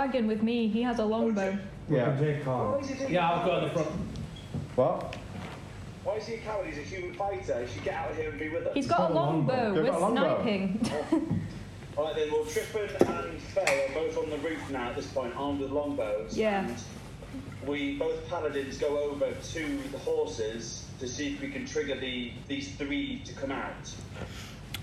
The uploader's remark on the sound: We are still working on the audio quality